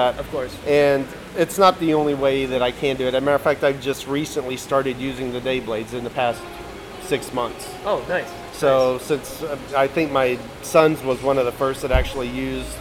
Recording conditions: background noise